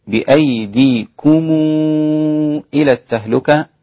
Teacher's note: هكذا لورش بالإشباع، 6 حركات، ضم ميم الجمع إذا جاء بعدها همزة